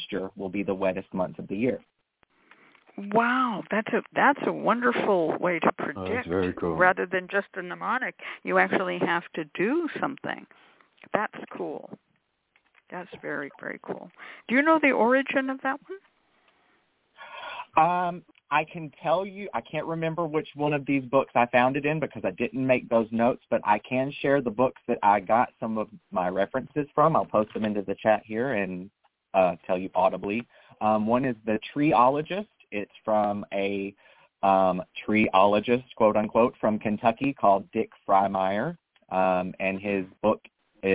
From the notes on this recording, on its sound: a real, live call-in show